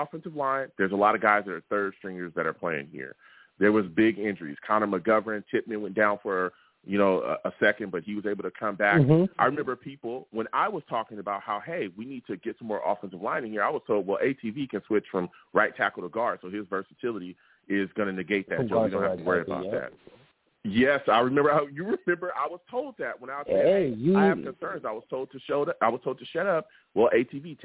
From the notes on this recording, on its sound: I take live callers!